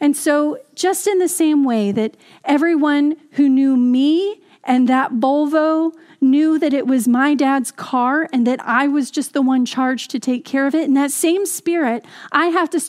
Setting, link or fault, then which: setting, large echoing room